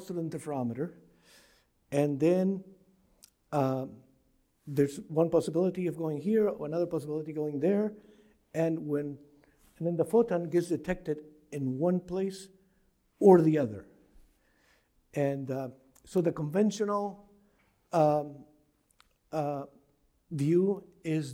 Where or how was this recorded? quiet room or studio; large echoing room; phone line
large echoing room